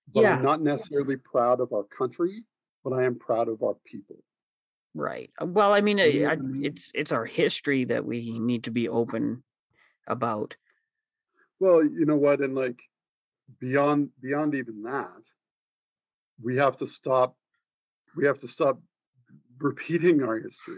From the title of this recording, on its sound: on Zoom